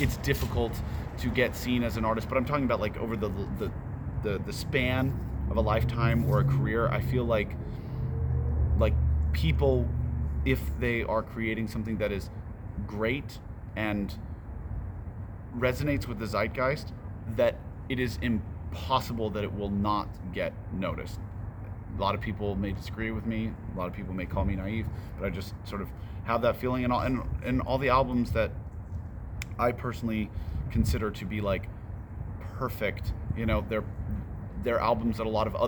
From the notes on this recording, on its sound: The interview took place on October 29th, 2022, on the front patio of VIVO Live Events in Overland Park, which is next to a huge parking lot, so there is a lot of traffic noise.